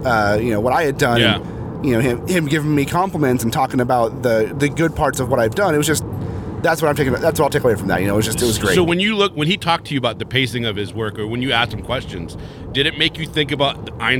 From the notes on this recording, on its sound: Emerald City Comic Con 2018 Day 3! Live!